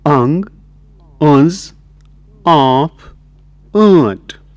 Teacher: Vowels are nasalized. Listen to the nasalized vowels in the word initial position.